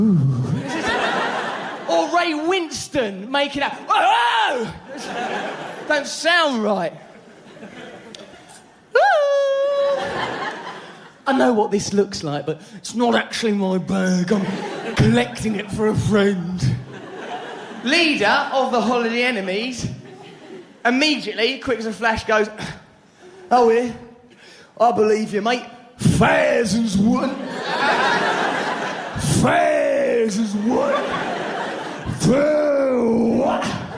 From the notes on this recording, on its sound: Recorded in London during his sell-out 2006 tour.